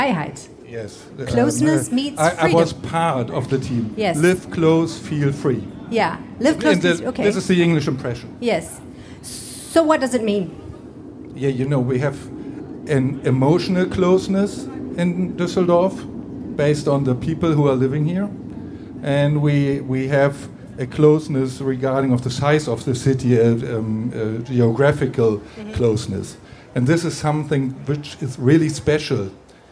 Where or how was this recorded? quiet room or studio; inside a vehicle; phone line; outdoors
outdoors